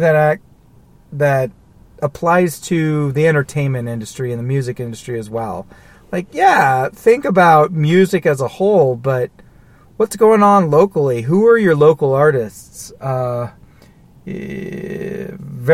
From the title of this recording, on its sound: Somber Ramblings in a Car